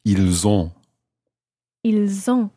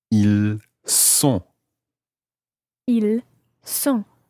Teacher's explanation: the S of il sounds more like a Z · Shown in: first take · z, as opposed to s, z.